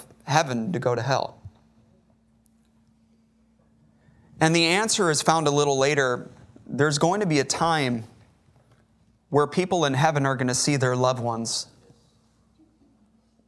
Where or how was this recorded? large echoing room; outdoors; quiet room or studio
large echoing room